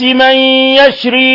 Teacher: نون ساكنة جاء بعد حرف الياء الحكم التجويد إدغام بغنة